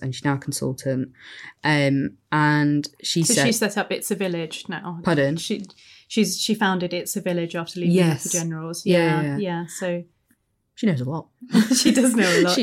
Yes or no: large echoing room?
no